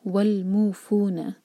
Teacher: مو اور فو دونوں دو دو حرکہ برابر برابر لمبا رکھیں